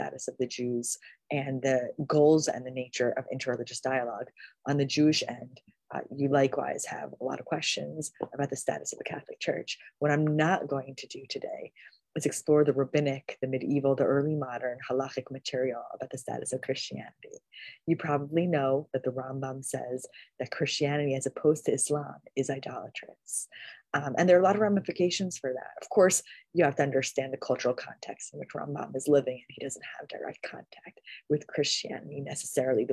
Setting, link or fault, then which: link, video call